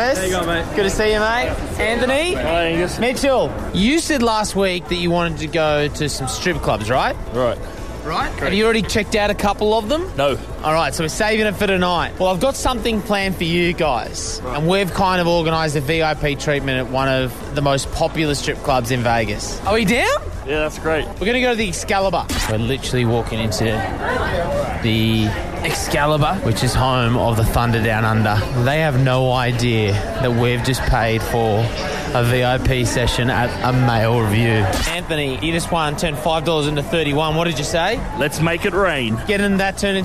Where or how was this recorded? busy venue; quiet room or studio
busy venue